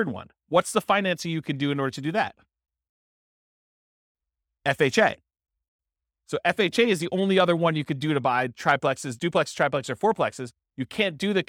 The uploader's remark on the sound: This was a live class recorded